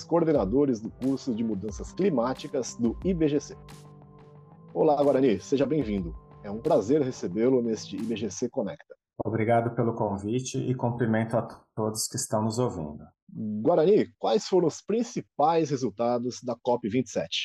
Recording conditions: video call